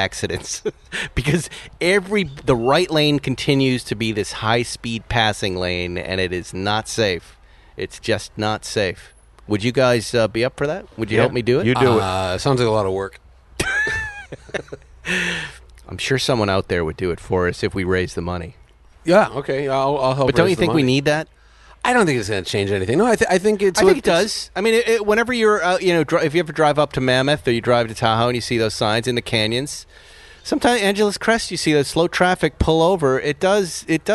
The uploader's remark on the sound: Recorded live from the porch of the world famous Malibu Kitchen.